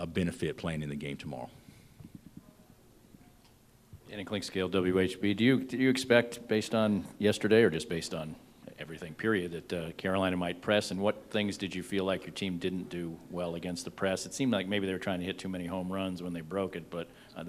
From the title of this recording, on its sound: Press Conferences & Post-Game Interviews